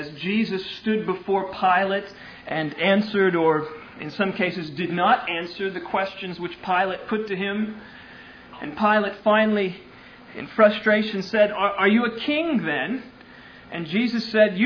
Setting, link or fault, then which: setting, large echoing room